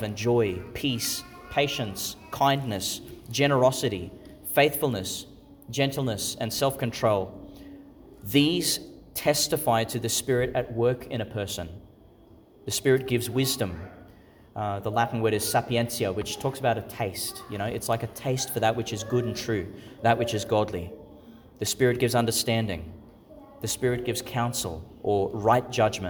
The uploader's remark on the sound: Homily for the Third Sunday in Eastertide, delivered in St Patrick's Catholic Church, Calliope, Qld.